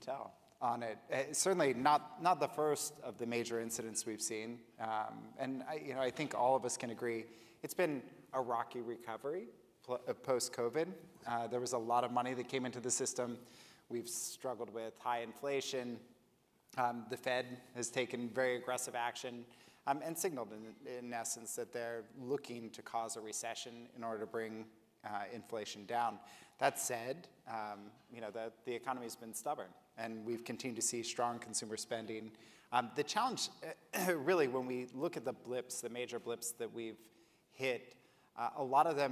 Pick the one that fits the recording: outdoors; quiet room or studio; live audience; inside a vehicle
live audience